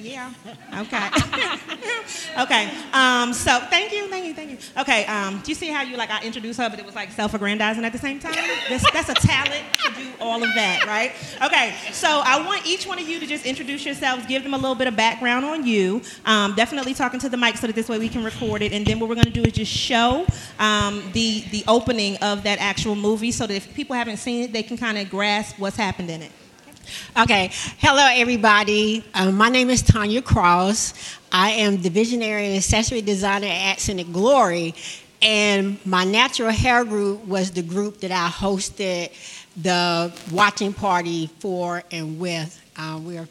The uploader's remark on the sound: At the Glow Get It Festival. This episode was recorded with a live audience at NC Nonprofit, Real Glow Getters' Glow Get It Festival in Greensboro, NC.